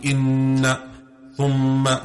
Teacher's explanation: When you hold a sound, the ghunna, that particular sound, it emanates from the nasal cavity.